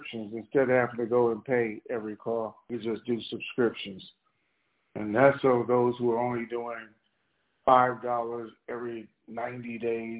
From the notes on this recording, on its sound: TNTSuperfantastic Conference Call